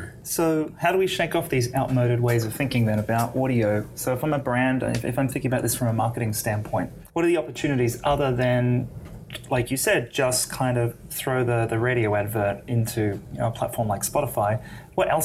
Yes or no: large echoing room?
no